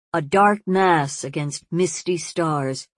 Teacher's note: against is deprived of its normal stress by, to my ear, the overriding rhythm of the phrase